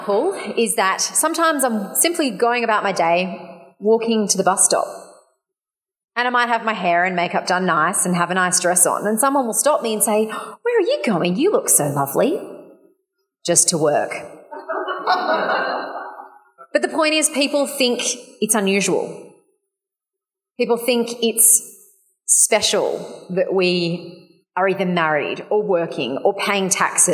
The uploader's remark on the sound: Audience Q&A